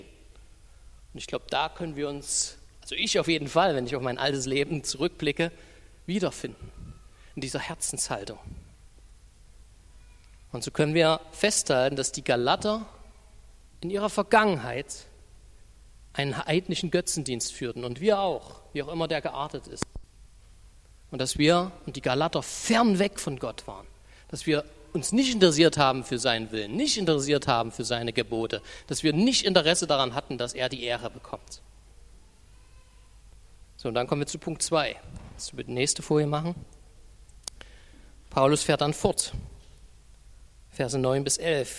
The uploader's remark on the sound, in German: Die Predigt ist aus dem Gottesdienst vom 25.